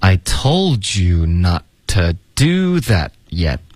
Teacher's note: that 的 t 省略 yet 的 t 也省略